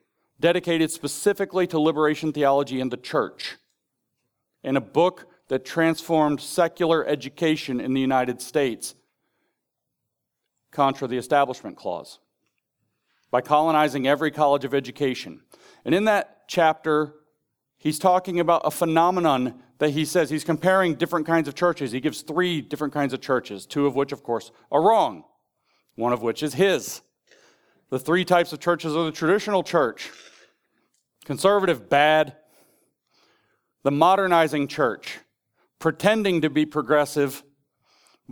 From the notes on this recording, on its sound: In this ninth session of Sovereign Nations’s "The Theology of Marxism" conference in Phoenix, Arizona, in June 2022